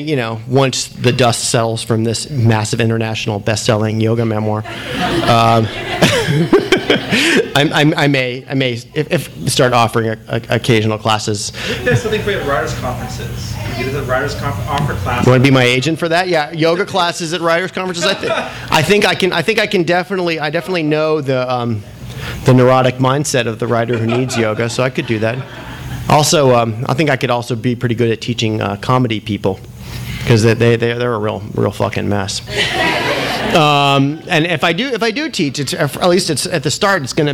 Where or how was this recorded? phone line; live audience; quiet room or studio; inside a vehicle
live audience